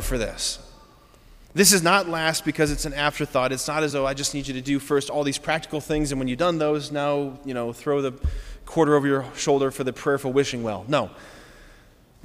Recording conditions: large echoing room